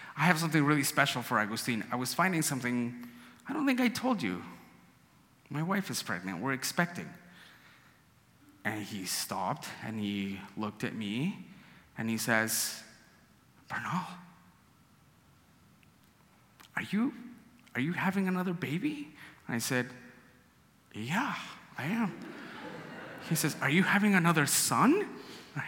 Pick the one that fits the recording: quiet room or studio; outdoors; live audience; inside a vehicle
live audience